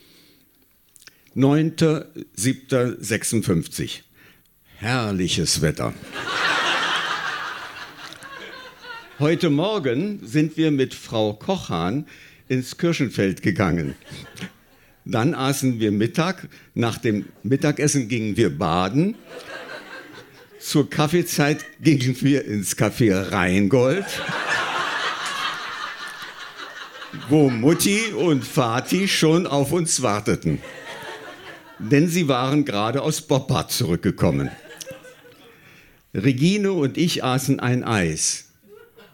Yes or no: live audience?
yes